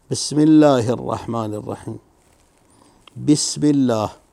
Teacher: يجب حذف همزة الواصل في الدرج، مثل همزة الله والرحمن والرحيم واهدنا